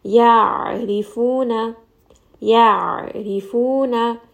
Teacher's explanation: we are also going to allow the sound to roll in the throat